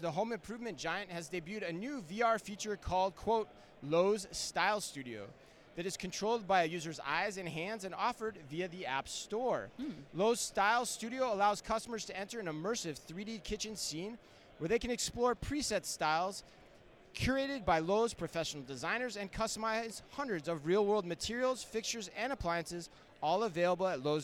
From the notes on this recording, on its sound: live from Manifest